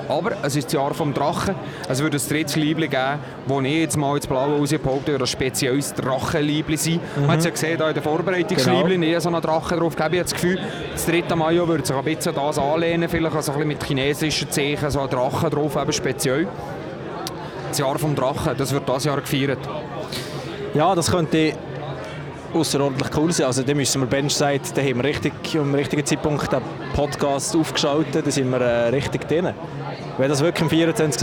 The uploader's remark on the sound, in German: LIVE am Big Day von Gottéron. Gottéron läutet die Saison ein, benchside war live dabei!